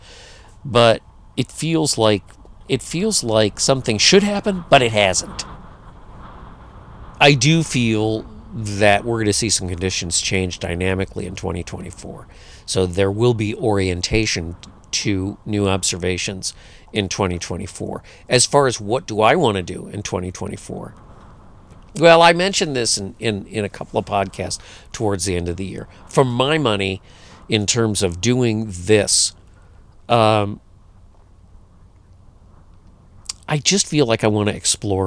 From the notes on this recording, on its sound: This podcast was recorded in the midst of a huge windstorm and figures prominently in it.